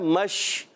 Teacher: منہ میں آواز پھیلتی ہے، اس کو کہتے ہیں تفشی